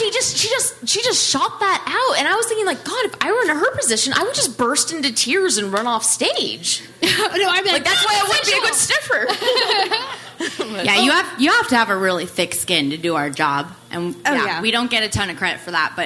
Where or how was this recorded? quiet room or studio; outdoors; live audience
live audience